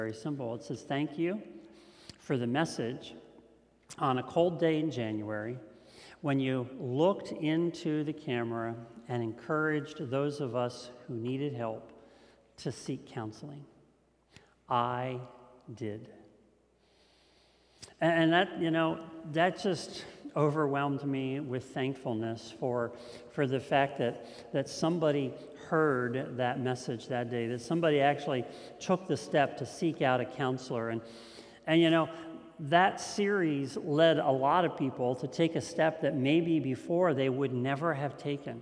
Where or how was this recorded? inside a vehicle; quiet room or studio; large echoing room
large echoing room